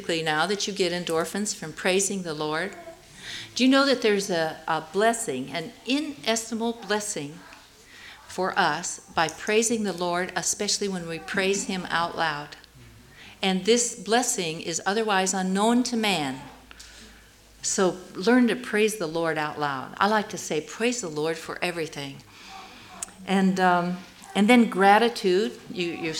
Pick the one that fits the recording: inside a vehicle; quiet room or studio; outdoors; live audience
live audience